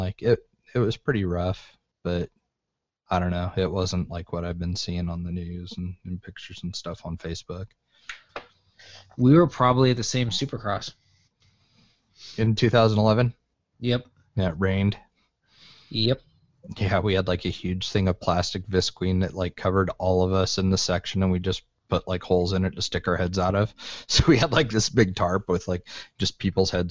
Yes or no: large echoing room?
no